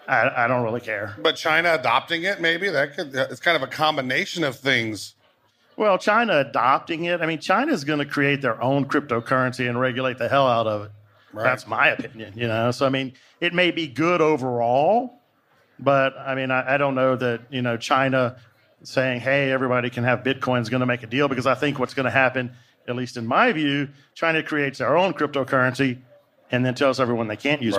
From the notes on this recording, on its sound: What do you get when you cross 2000 crypto geeks with Las Vegas? Coming to you live from World Crypto Con 2019!